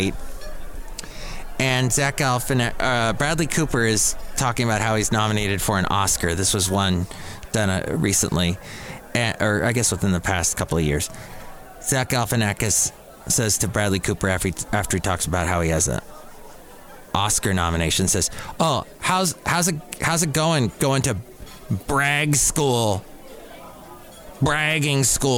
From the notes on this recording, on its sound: podcasts live from Cafe Anyway